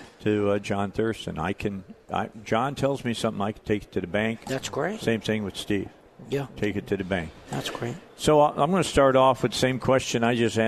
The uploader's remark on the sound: Live at the State Capitol for Filing Day